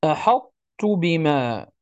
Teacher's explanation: وهنا الإدغام لن يكون إدغام كامل، يعني الطاء سوف نحذفها بالكلية، وإنما سوف تبقى صفة هذا الاستعلاء في الطاء · Term: إدغاما ناقصا